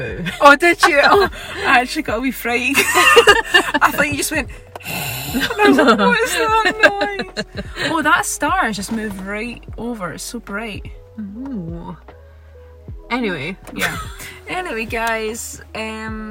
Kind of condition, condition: setting, inside a vehicle